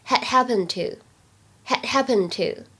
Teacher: 前面两个单词当中有不完全失去爆破的现象，而后两者之间呢有完全失去爆破的现象，所以读起来呢就会变成 had happenedto，had happenedto。Do you have the key to her house?